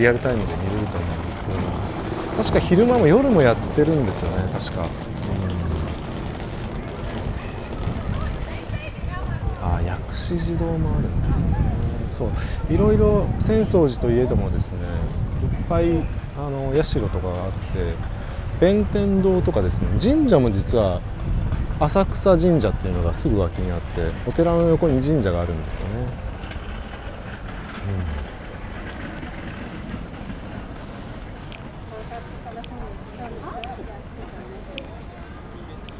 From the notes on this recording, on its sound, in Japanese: 浅草寺をスタートして花やしき方面、六区ブロードウェイ商店街へ、雷門に戻ってそこから隅田川方面に行って収録してきました。